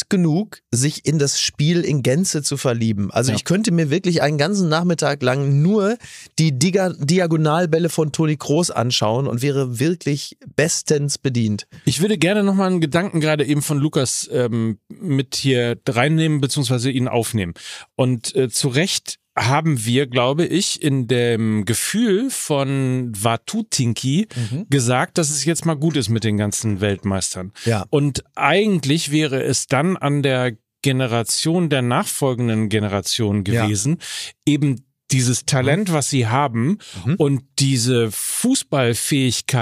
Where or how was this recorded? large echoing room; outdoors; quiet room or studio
quiet room or studio